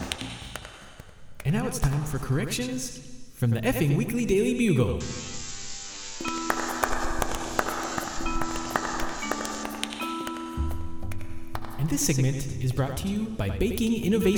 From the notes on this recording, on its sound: in front of a live audience